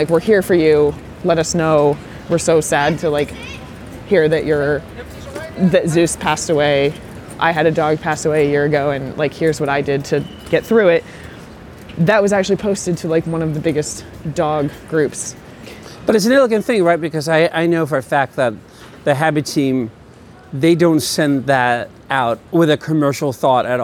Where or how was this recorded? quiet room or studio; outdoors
outdoors